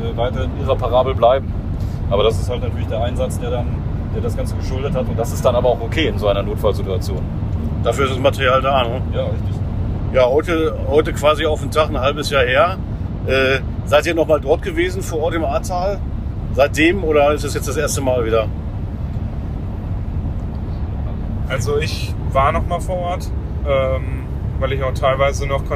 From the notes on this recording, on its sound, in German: In Erftstadt, Ortsteil Blessem, wo die Reste der Burg neben der Kiesgrube standhaft geblieben sind. Während seiner Reportage-Reise durchs Ahrtal und entlang der Erft aufgenommen hat.